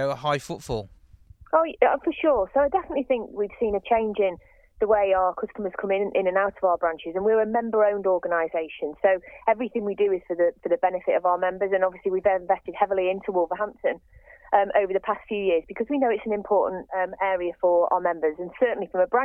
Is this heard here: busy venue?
no